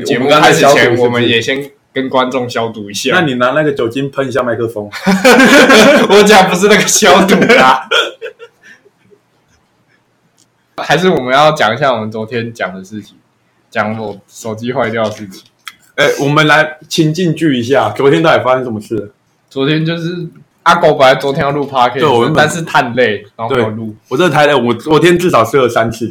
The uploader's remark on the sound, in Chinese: 雜貨店錄音品質